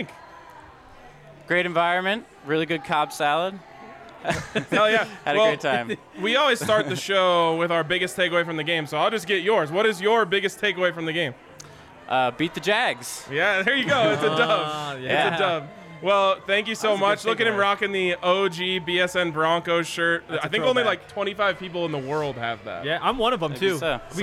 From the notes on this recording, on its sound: live from the DNVR Bar